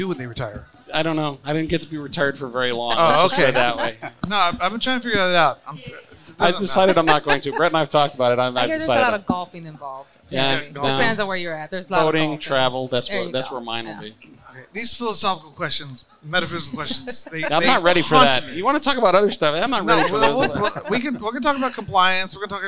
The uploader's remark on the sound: Recorded at MJUnpacked NYC